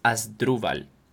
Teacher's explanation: you're going to say the 3 syllables clearly in my name, and the main stress is on the 2nd syllable